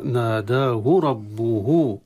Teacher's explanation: ناداه ربه، ناداه هاء الصلة التي انتهت بها الكلمة وقعت بين متحركين، عفوا أنا أقصد ربه، ربه بالوادي، وقعت الهاء ربه بين متحركين قبله ضمة وبعده باء، فأصبح فيها الصلة